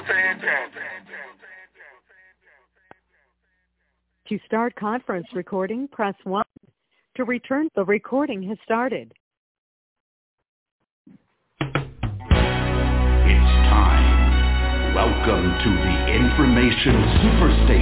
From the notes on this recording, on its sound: TNTSuperfantastic Conference Call